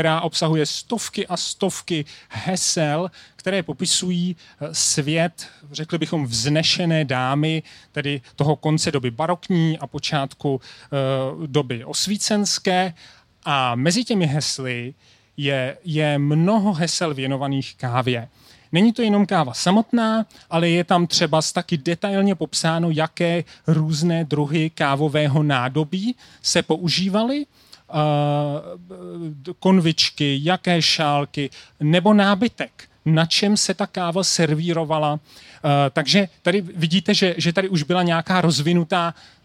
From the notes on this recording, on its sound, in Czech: Science Café venku. Akce probíhá pod záštitou Městské části Praha 2.